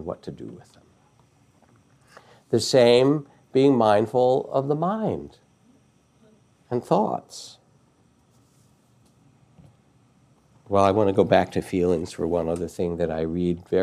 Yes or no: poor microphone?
no